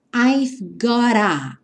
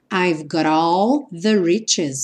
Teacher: I've gotta. Aqui o T ganhou esse som r, r, r